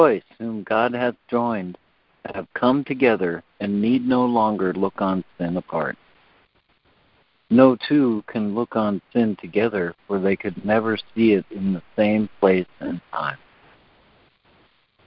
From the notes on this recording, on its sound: ACIM Daily Conference Call